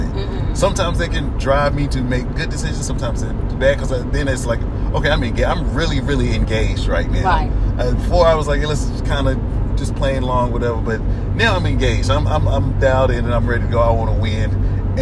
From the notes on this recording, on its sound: Head home to Louisville they play a word association game in the car.